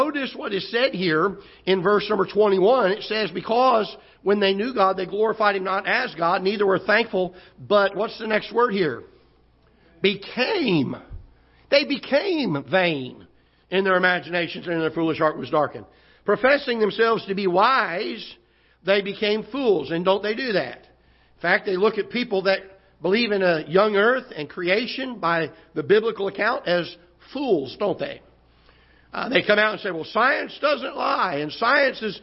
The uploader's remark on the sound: Ketha Heights Baptist Church ~ Live Broadcast.